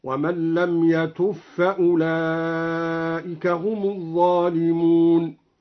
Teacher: أدغم الدوري الباء في الفاء